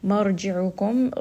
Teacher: ra in this case is going to be heavy because the letter before has a fatha. And then ayn is going to be from the middle of the throat.